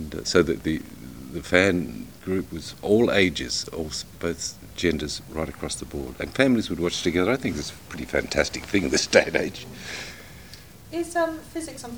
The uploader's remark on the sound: recorded at this year's MCM London Comic Con